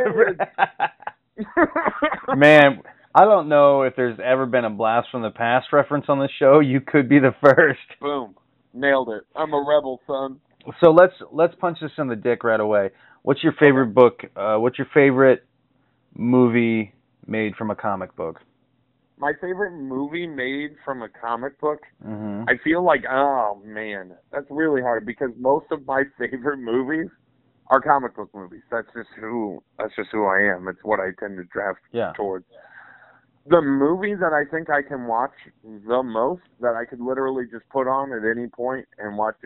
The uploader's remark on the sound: PHONE INTERVIEW.